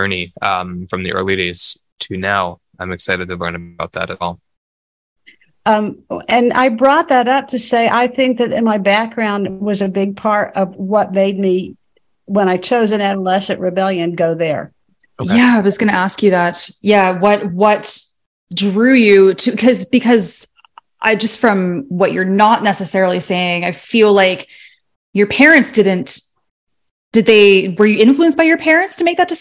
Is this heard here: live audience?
no